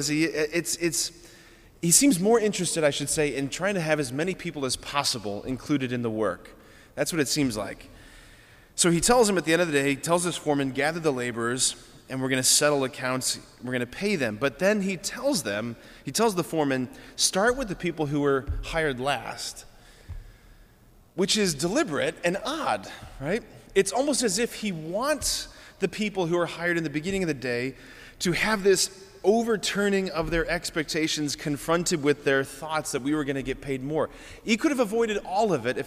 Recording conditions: large echoing room